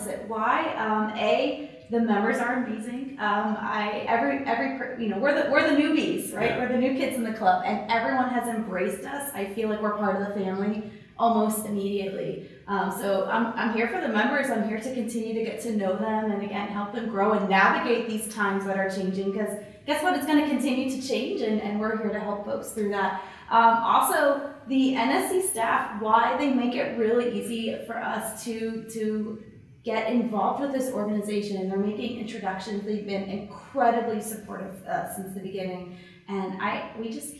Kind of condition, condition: setting, busy venue